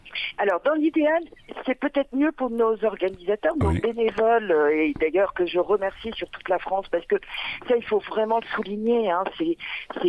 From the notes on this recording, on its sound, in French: En plateau En studio. Et au téléphone.